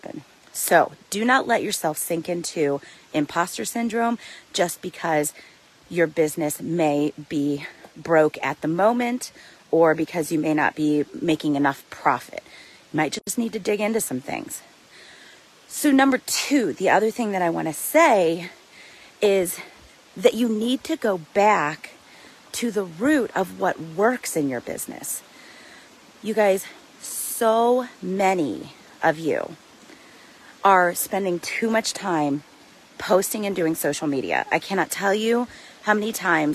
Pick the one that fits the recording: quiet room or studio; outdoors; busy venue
outdoors